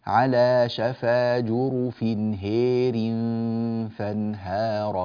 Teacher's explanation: كلمة هار في سورة التوبة، فيقرأها بالإمالة الكبرى، يعني يقرأها فيقول على شفا جرف هير فانهار به في نار جهنم، على شفا جرف هير فانهار، هير هي هي هذا صوت الإمالة، فيميل الألف والهاء طبعا قبلها من كلمة هير، هذا هذه إمالة كبرى عنده.